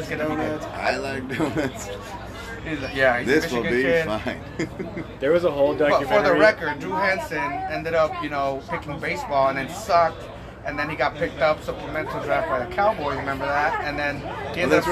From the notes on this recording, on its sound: Live from Good Guys Tavern in El Cajon.